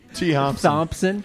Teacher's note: There's like a glottal stop in there.